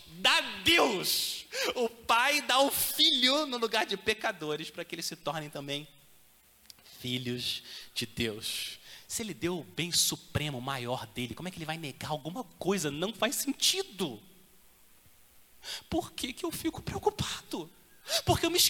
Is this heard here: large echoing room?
yes